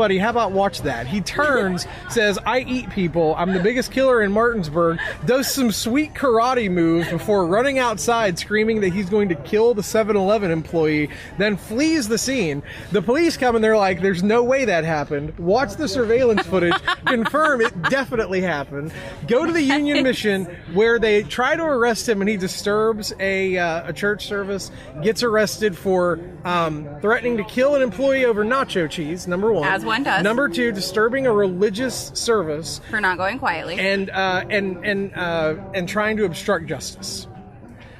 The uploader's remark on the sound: In this live episode, coming to you from our booth at Bridgeport Farmers Market